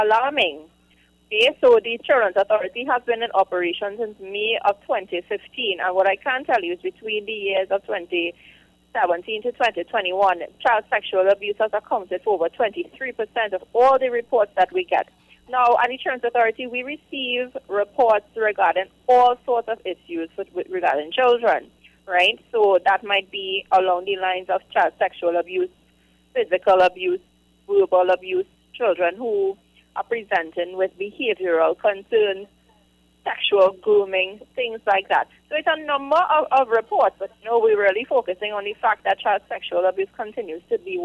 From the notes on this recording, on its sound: we take more calls from the audience